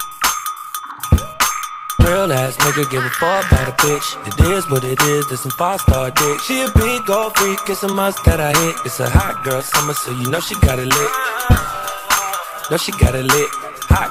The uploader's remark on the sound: LIVE AUDIO RECORDING DJ SET.